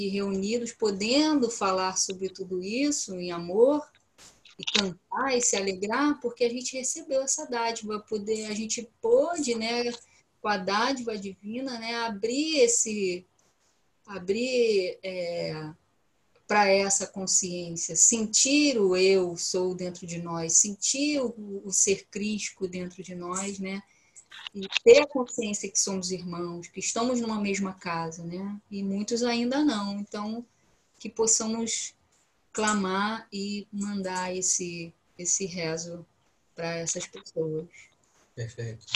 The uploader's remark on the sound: Online via Zoom